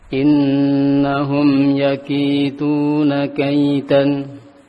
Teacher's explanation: yaki di situ ada ya kaf kasrah ketemu ya sukun, baca dua harokat. Begitu pula ada dal domah ketemu dengan waw, itu juga dibaca dua harokat.